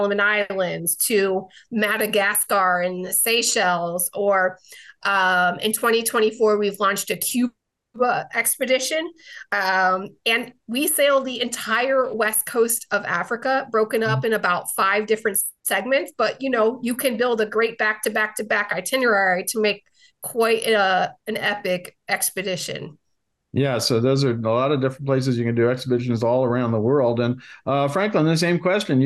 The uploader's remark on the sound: Virtual Road Show Panel